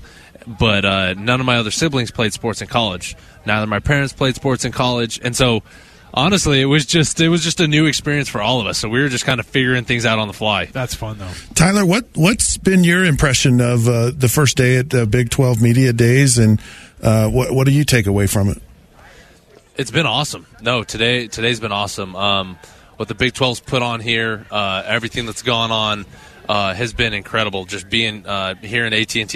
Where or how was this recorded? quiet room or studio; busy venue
busy venue